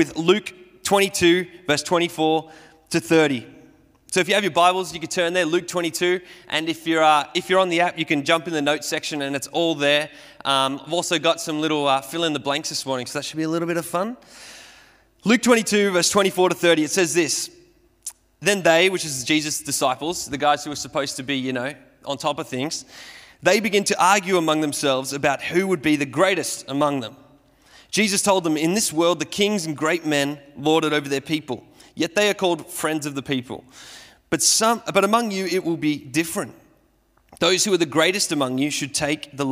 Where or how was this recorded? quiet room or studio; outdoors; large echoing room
large echoing room